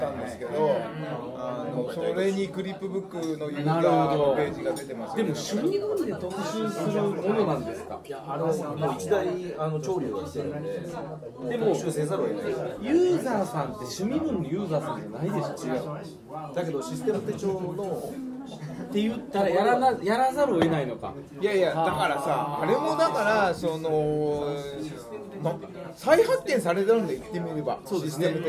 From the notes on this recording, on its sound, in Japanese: ホジラジ公開録音の模様をお届けします。